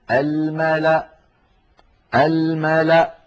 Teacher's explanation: فتوصل هذه الكلمة الملأ إني، ويوقف عليها بهمزة ساكنة الملأ الملأ هكذا، ولا تنطق الواو التي هي كرسي للهمزة، ولا تنطق الألف التي بعدها